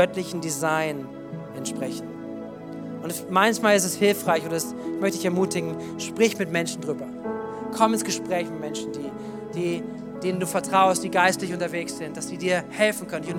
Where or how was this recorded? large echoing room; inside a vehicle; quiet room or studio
large echoing room